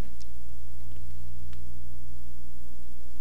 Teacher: Make sure you separate the mem of hagorim so that we can hear clearly imach.